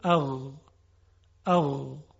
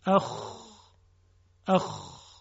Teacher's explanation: در ابتدای حلق که به اون ادنا الحلق گفته میشه، ادنا یعنی ابتدا، ادنا الحلق محل تلفظ دو حرف است، غین و خا یک خصوصیت مشترک دارن و اون این هست که موقع تلفظشون جداره حلق به ارتعاش در میاد و میلرزه. در غین این ارتعاش خیلی لطیفه، در خا یه مقداری خشنه